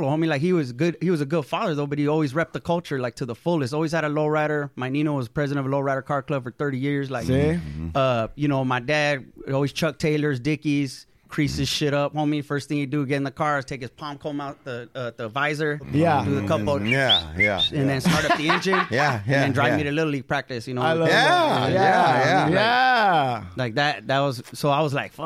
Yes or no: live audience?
no